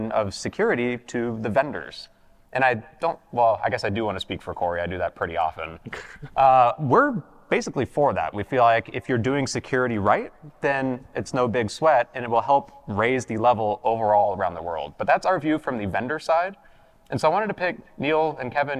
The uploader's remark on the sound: This week’s podcast comes from the WatchGuard Apogee partner conference for the Americas.